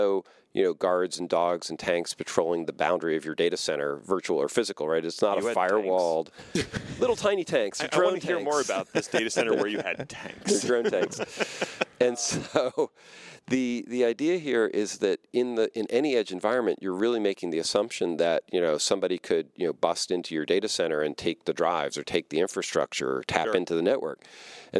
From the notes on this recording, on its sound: Recorded at Kubecon 2019.